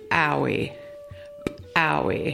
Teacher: This word is used to practice the letter called ejective P in the Tsklallam alphabet. The ejective P sound in Tsklallam is pronounced just like the English letter P, but with a stronger pop.